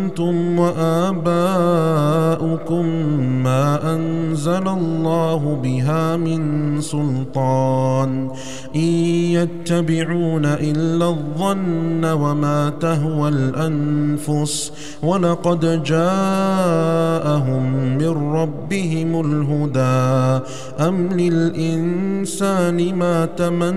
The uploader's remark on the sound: Recorded at Green Lane Masjid, Birmingham, UK.